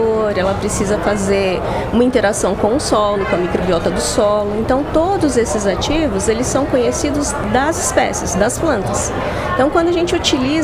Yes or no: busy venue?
yes